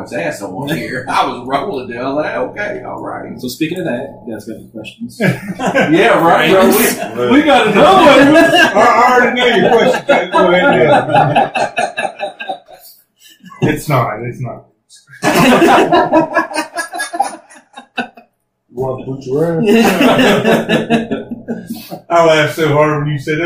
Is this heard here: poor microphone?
yes